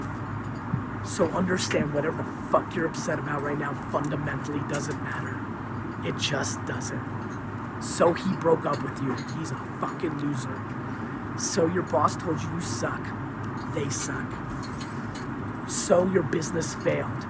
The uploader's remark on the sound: Sorry about the quality of the audio - there’s a lot that I had to get off my chest, and straight into my iPhone.